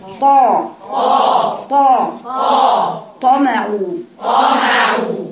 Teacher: وكذلك الطاء طاء طاء، بقول اسمعيني صوتي، ما بقولش ما بجيبش صوتها من قدام، ما بقولش طاء، لا بعمل كمان استعلاء من خف اقصى لسان